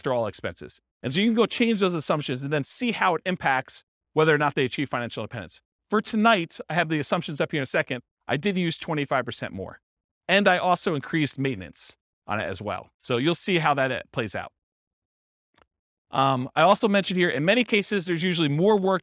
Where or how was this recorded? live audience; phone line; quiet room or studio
live audience